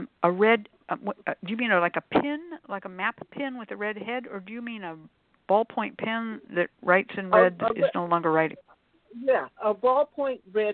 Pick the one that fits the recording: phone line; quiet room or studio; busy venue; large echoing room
phone line